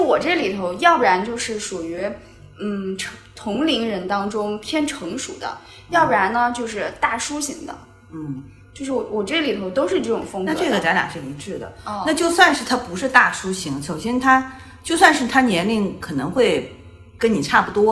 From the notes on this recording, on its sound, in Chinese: 第一次录音，怎一个糙字了得